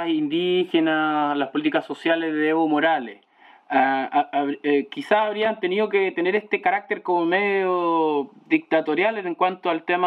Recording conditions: poor sound quality